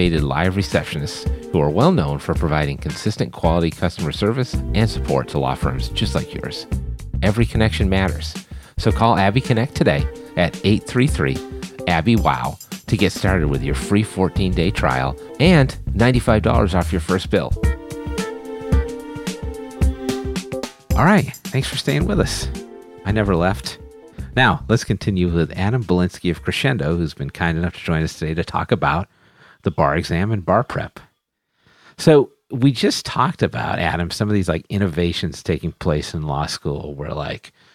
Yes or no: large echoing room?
no